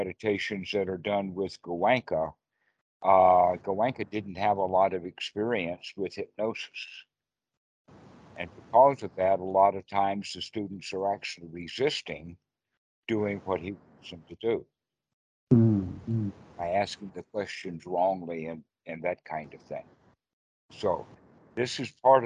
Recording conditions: video call